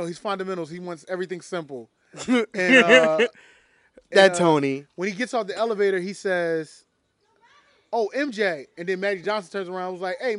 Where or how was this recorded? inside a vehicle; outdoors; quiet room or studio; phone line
outdoors